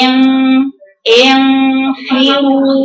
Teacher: ده هي بتعمل استعلاء في اقصى لسانها كان النون بعدها حرف مستعلى. فتقولها لما تيجي تقرا نون بعدها فاء بتقرا النون الغنى مفخمه. تقول ام ام تقولها كده. · Term: فخامه الغنى